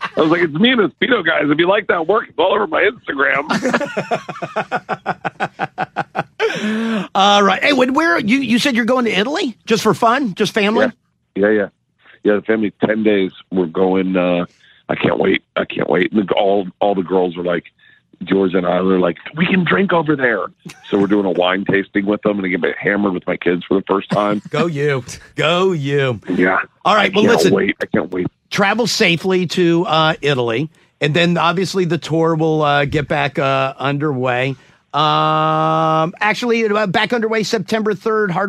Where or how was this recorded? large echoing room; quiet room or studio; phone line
phone line